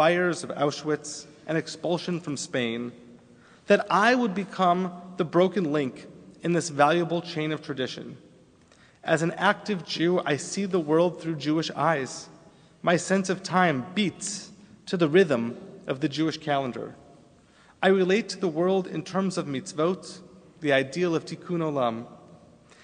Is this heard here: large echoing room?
yes